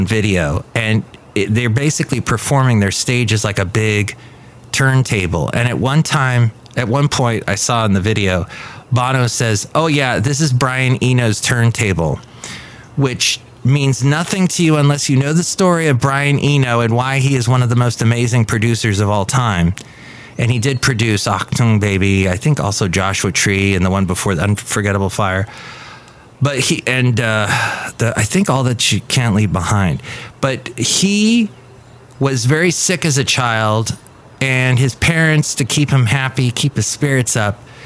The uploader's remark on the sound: podcasts live from Café Anyway